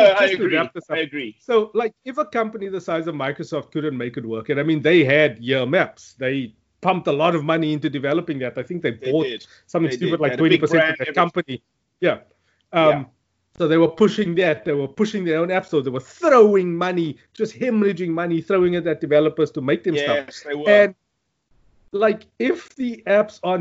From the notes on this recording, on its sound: Recorded via Skype